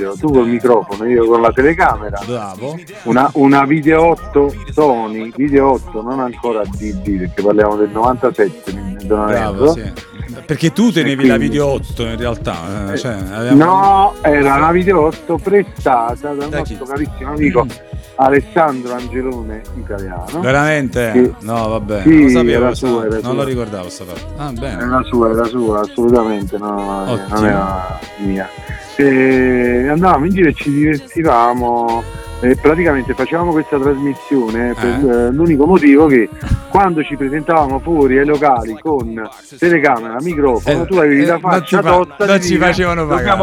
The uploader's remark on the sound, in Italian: Ai microfoni, o meglio al telefono, del Podcast di MyBand.it.